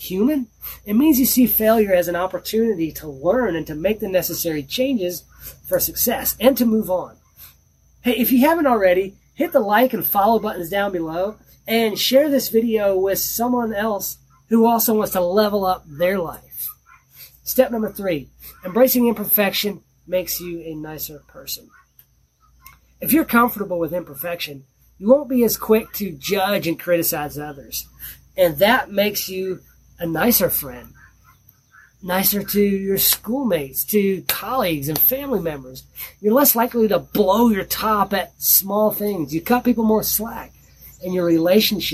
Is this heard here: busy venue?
no